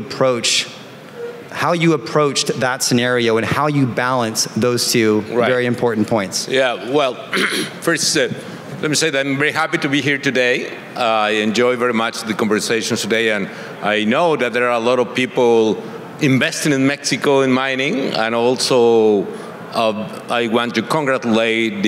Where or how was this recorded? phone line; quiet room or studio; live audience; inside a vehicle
live audience